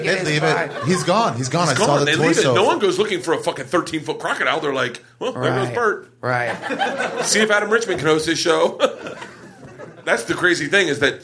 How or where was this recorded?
live audience